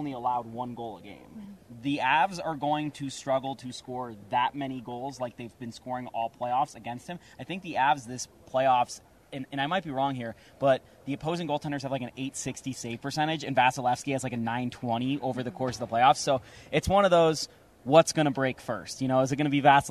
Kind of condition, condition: setting, busy venue